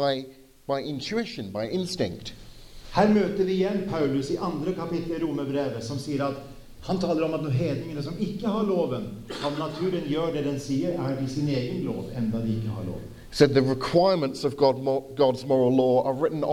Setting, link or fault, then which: setting, large echoing room